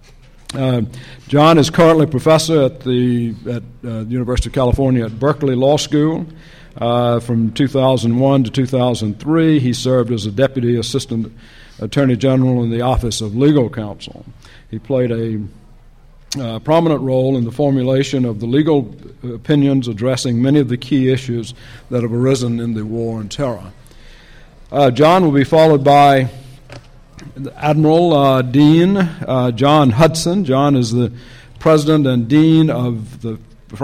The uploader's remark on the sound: The Federalist Society's International & National Security Law Practice Group presented this panel discussion at the 2006 Annual National Lawyers Convention.